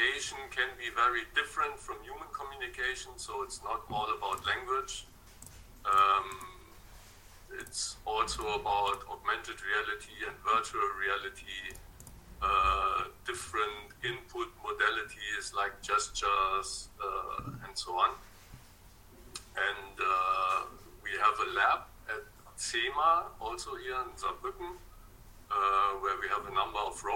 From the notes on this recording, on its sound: Test - sound recorded. Meeting sound - not clear.